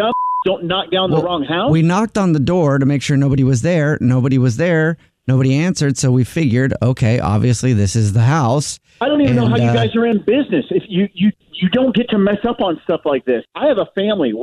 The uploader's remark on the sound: Phone Prank